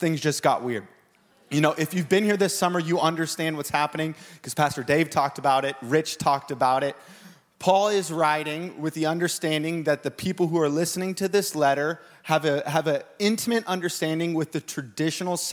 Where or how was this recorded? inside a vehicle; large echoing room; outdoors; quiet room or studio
large echoing room